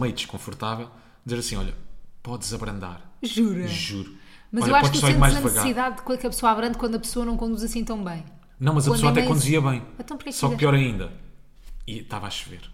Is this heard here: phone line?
no